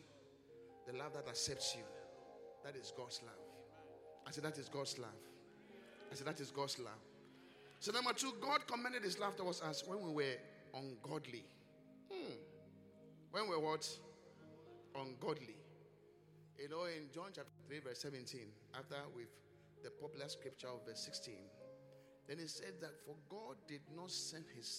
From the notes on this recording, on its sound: Swollen Sunday ( Encounter Service ). Preached at the Qodesh.